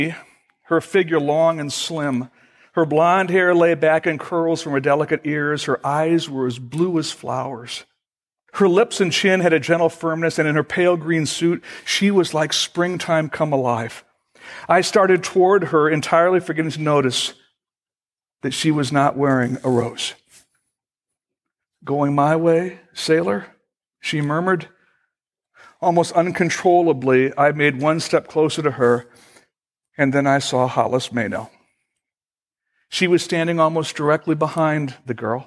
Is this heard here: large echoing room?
yes